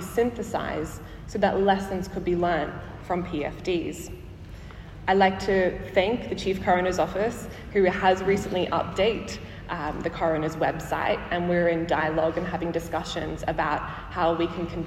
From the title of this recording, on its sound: Live from the 2023 Chief Coroner's Conference